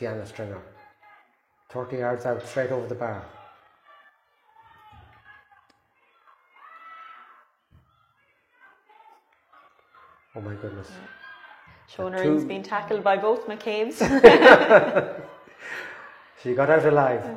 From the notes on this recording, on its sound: Live Audio Commentary from Aughawillan